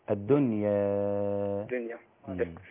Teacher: الدنيا ما تخليهاش ممالة. تقليل الدنيا الدنيا.